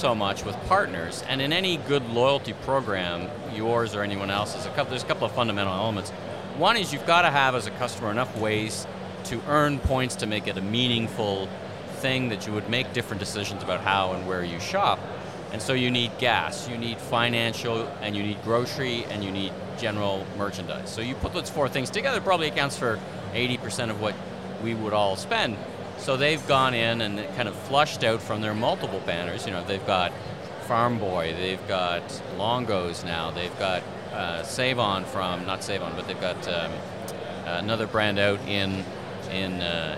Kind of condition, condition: setting, busy venue